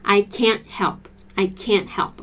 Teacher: And can't is stressed. So you stress can't more than the next verb.